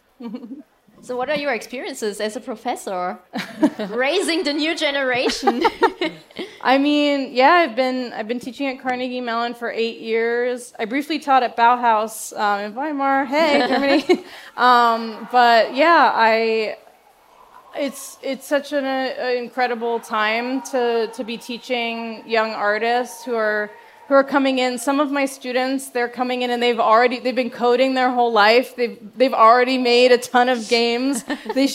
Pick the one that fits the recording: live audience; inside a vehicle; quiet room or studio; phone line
live audience